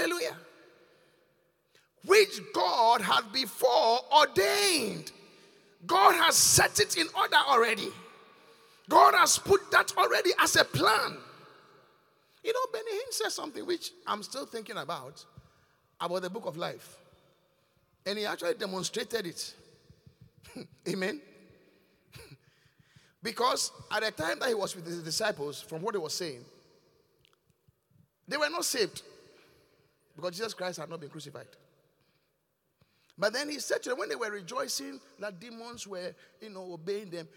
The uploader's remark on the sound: Preached at The Qodesh